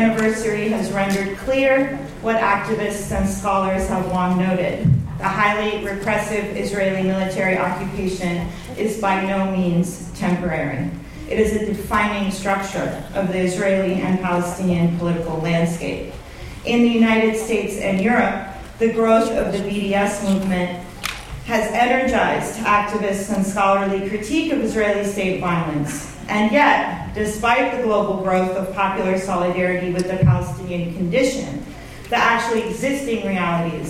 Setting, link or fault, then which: setting, live audience